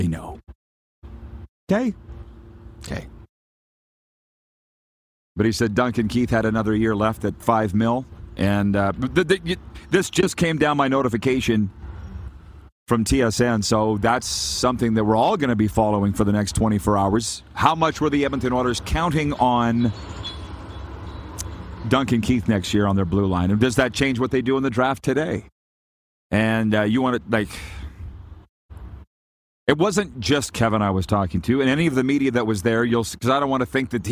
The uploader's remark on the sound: We are LIVE from the Grey Eagle Resort and Casino in Calgary, Alberta.